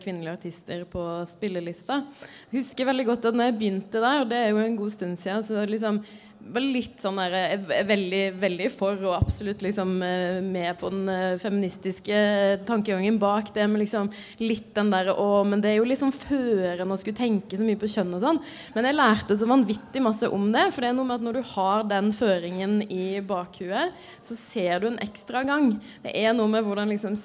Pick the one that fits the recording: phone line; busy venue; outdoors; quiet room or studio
busy venue